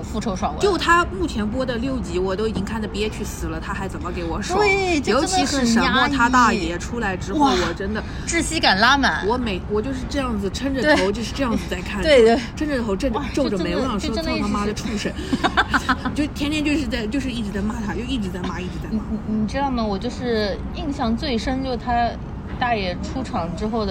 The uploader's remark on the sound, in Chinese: 本次录制花费：茶餐厅 128元